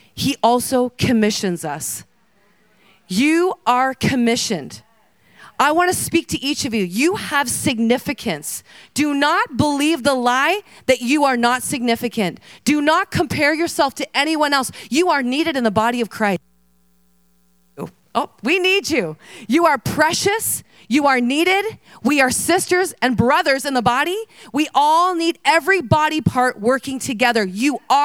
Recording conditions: live audience